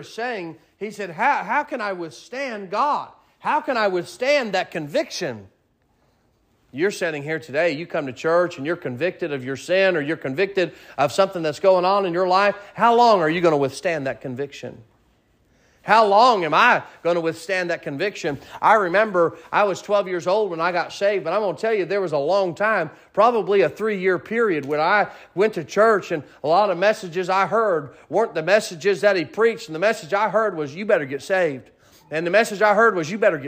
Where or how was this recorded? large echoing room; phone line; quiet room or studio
large echoing room